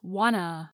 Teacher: The vowel sound in to, oo, gets reduced to another vowel sound, schwa, Want-to becomes wanta, The two t sounds drop off in fast speech, so wanta becomes wanna.